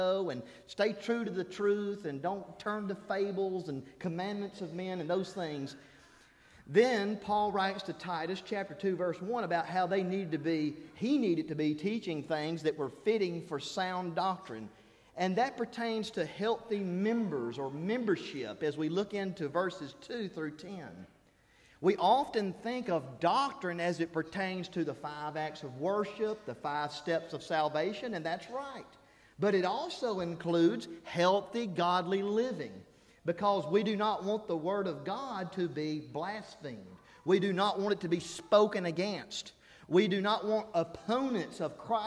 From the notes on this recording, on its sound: This is the Monday Night Sermon I preached during the Spiritual Revival I conducted at Harrisburg church of Christ April 16-19.